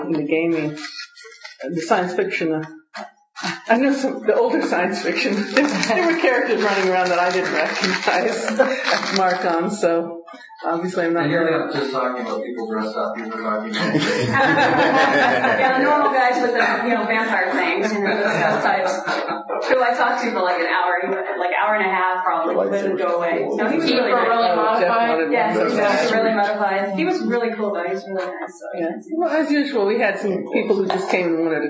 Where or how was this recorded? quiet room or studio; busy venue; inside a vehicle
busy venue